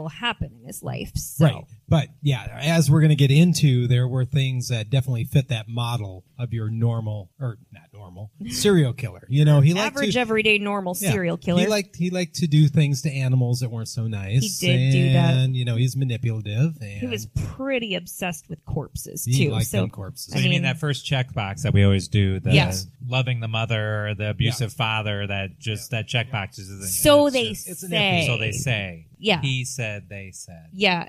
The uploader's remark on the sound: Live Brewery Show. Live from Franklin Street Brewing Company.